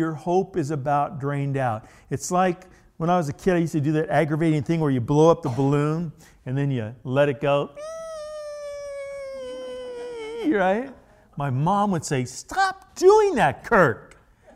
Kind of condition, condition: setting, large echoing room